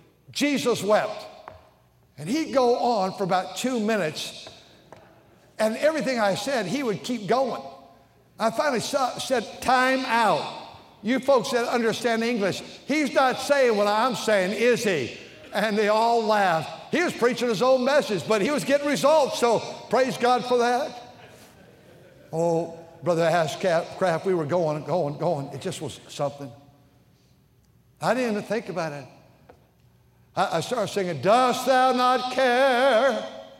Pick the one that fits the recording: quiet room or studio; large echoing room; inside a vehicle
large echoing room